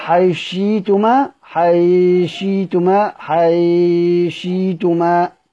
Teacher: حيشيتما، حيشيتما، شيتما ليه شيتما؟ لأنه يبدل، سيدنا السوس هيقرأ بإبدال الهمزة، يبقى حيشيتما، حيشيتما، حيشيتما.